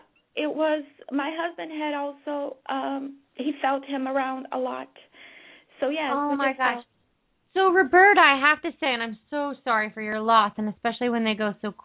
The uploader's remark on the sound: open up the lines for listeners to call